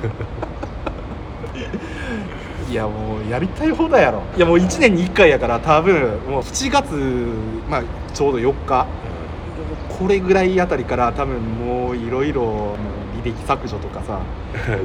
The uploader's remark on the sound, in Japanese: 公園撮りで雑音と急なカットインはご愛嬌でお願いします